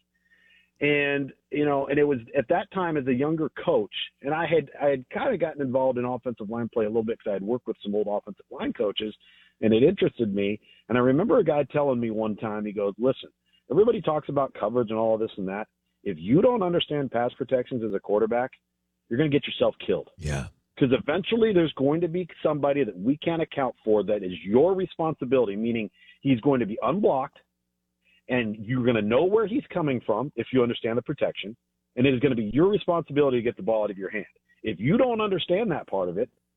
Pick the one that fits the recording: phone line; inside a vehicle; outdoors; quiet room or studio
phone line